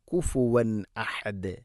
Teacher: സാക്കിന നൂന് ശേഷം ഹംസ വന്നാൽ ഇദ്ഹാർ വെളിവാക്കി ഉച്ചരിക്കണം